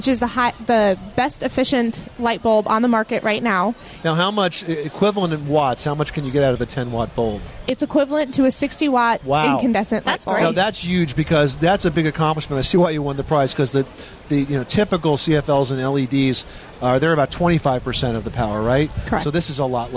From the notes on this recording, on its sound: Live from Times Square! A broadcast live from Times Square.